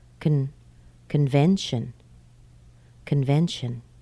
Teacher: if the C-O-N is in a weak syllable, it sounds like kun, kun. So we say that very quickly, move to the next syllable as quickly as possible.